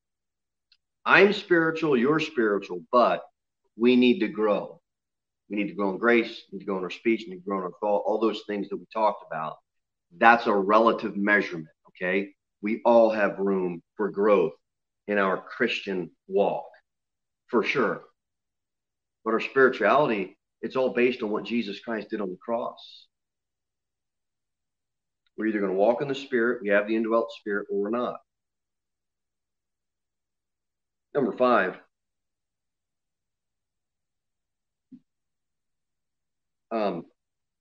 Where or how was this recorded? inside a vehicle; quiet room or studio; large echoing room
large echoing room